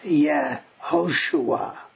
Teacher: It's not vocalized as an A. It's vocalized with a schwa, which is, you start to make the sound of the consonant and cut it short